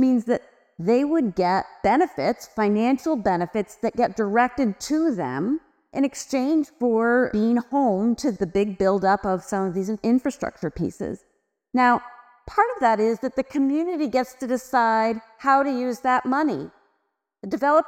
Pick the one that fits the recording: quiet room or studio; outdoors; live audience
live audience